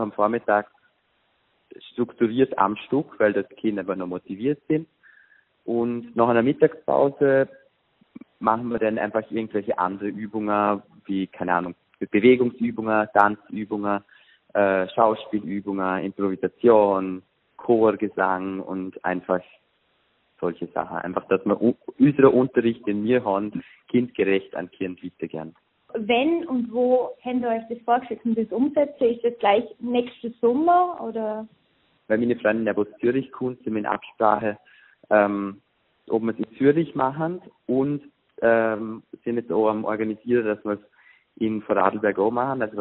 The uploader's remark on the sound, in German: VOL.AT-Telefoninterview.